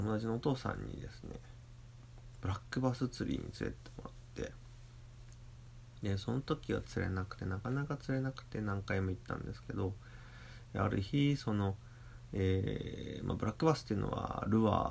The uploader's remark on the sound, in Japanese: ウェブの仕事をしながらiPhoneで録音。編集なし。